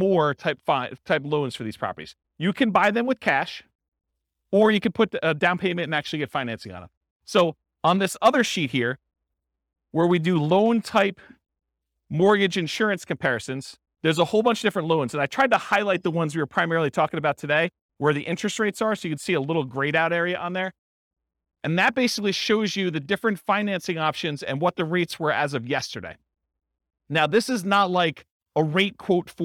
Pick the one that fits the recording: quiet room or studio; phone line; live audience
live audience